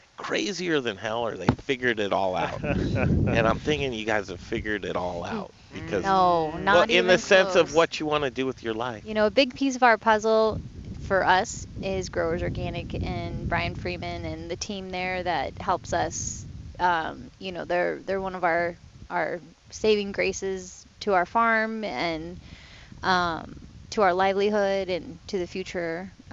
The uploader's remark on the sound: Live from Field to Fork farm, all organic baby! Live from Field To Fork in Palisade Colorado!